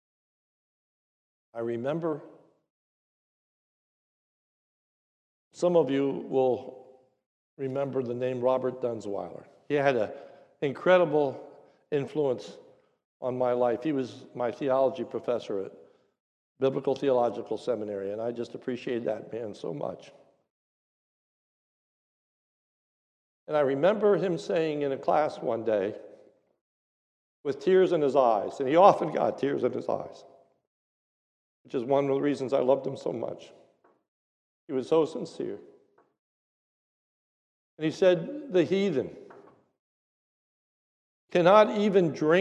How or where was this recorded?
large echoing room